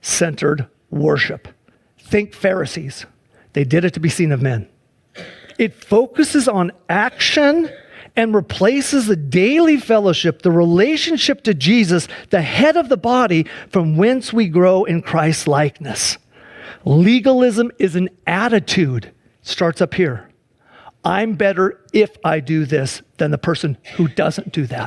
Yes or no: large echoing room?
yes